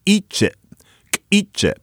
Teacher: It's an ejective K.